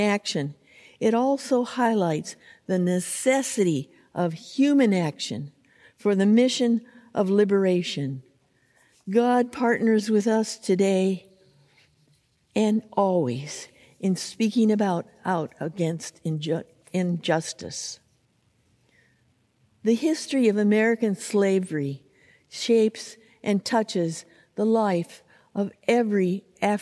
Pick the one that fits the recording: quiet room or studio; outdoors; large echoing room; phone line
large echoing room